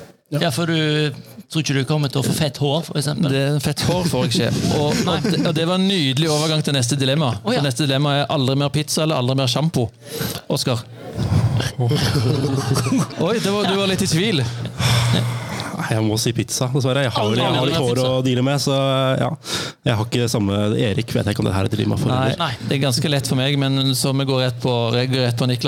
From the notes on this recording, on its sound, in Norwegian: Vi er direkte inne fra Haugetunfestivalen 2023